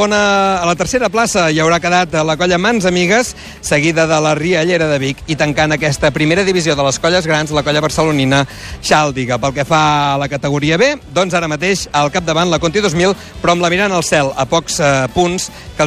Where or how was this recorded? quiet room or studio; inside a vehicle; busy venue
busy venue